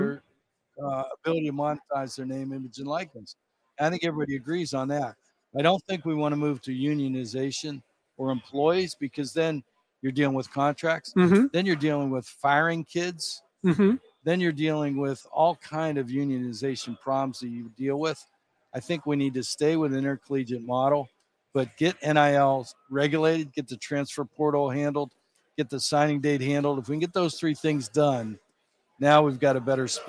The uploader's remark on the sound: live in Charlotte for day one of the 2023 ACC Kickoff